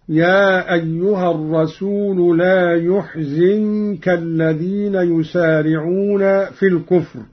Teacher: قرأ قالون بضم الياء وكسر الزاي هكذا: يا أيها الرسول لا يحزنك الذين يسارعون في الكفر، من أحزن رباعيا.